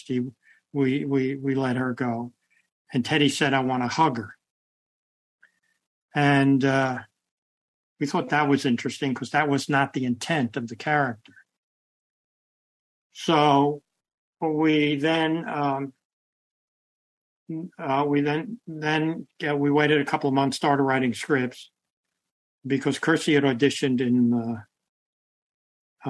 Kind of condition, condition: link, video call